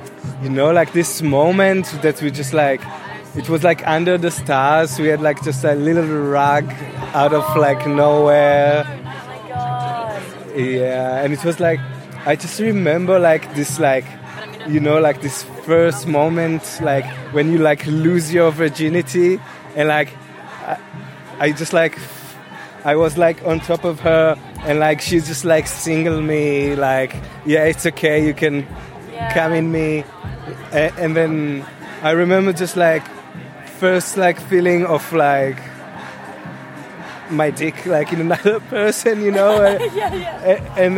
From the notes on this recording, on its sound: The Labia Lounge LIVE at Summer of Love. I asked festival goers. The sound isn't amazing in this one as the music was loud at the festival and I forgot a crucial piece of the recording tech as I'm still new at this live thang!